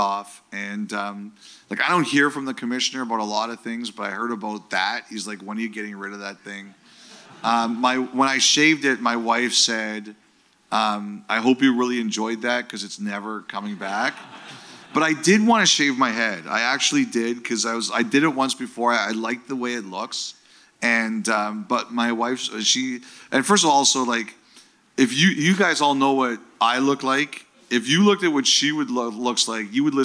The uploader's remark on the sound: Live From Victoria